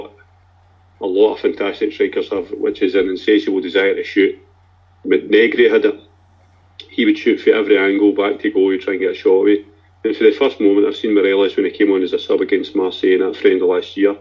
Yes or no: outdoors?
no